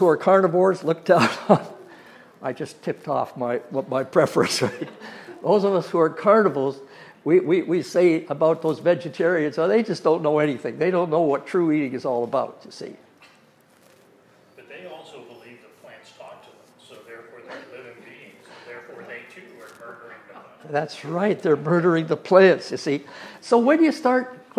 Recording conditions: live audience